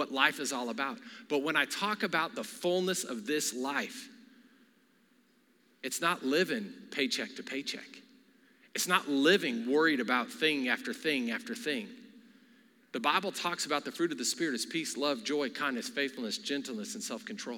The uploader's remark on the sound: Recorded live during our Wednesday night service